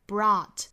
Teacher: brought,上下开口度更松更开